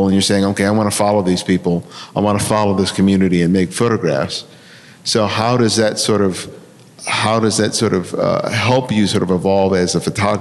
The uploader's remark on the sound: A live panel on street photography that was recorded live at this year’s Miami Street Photography Festival.